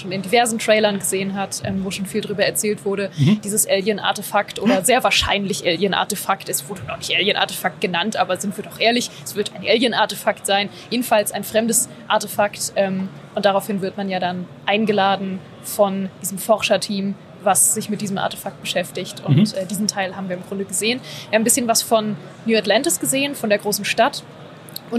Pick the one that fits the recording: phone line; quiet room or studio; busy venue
busy venue